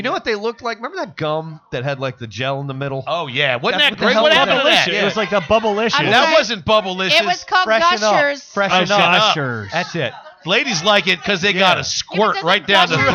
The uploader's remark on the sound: Live from Celtic Hope, home of Kelly's Dream!